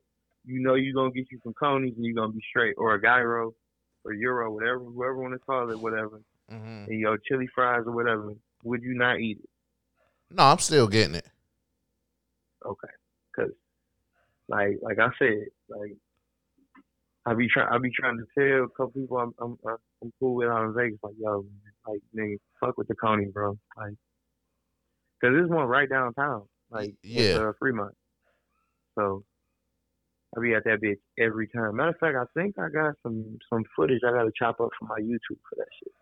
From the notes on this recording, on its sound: I knocked out my first phone interview.